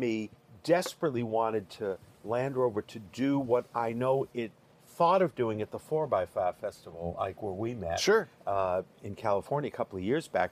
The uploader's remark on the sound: Recorded live in the Underpowered Podcasting lounge at Destination Defender in the Hudson Vally of New York.